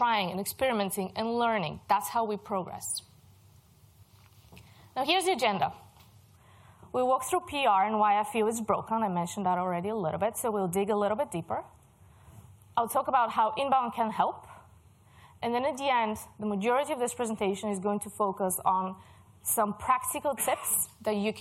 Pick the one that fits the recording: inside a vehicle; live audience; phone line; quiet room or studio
live audience